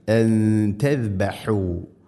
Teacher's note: സാക്കിനായ നൂനിന് ശേഷം ത വന്നാൽ നൂനിനെ അവ്യക്തമാക്കി മണിക്കണം. അൻ തസ്ബഹു, ഇഖ്ഫാ ബിഗുന്ന.